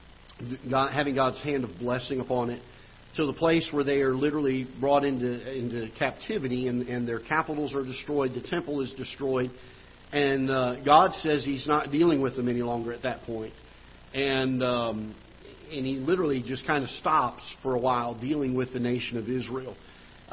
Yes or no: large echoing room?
yes